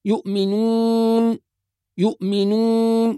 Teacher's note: إخراج الواو من الخيشوم، يعني كأنه يقرأ القرآن من الأنف فيقول يؤمنون يؤمنون، وهذا خطأ.